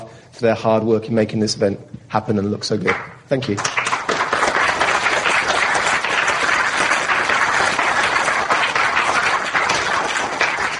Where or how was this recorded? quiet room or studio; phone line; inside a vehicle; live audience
live audience